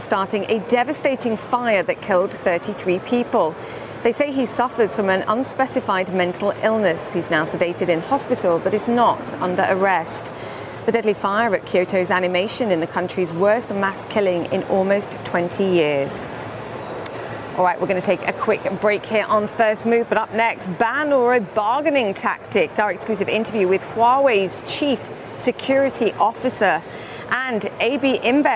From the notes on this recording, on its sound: live from the New York Stock Exchange.